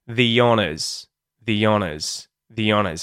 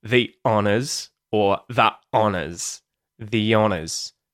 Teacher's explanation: an intrusive semi vowel that's used to link two vowel sounds together. · Shown in: first take · Term: the yod